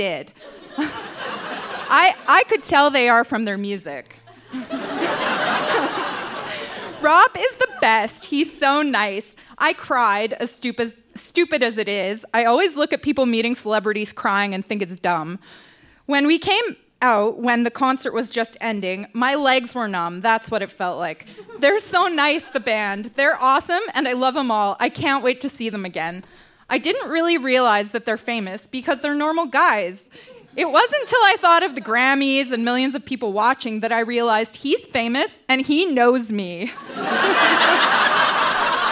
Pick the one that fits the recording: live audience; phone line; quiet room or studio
live audience